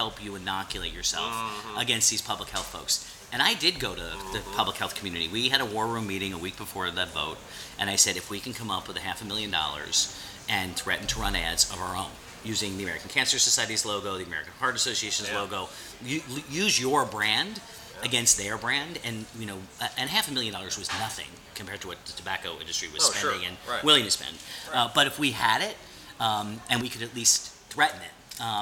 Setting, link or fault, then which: setting, busy venue